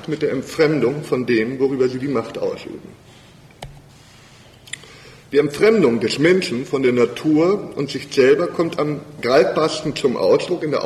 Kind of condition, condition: setting, large echoing room